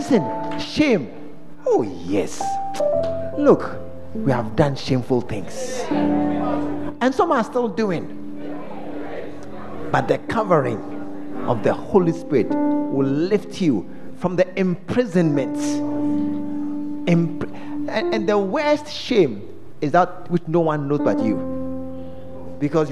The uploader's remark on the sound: during The Special Visit Convention at The Fountain of Life Cathedral